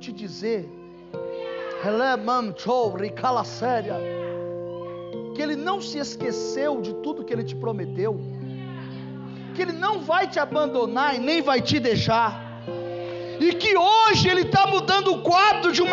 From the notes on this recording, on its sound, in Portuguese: Culto gravado em 09/12 durante a celebração do culto da campanha 12 dias para 12 meses.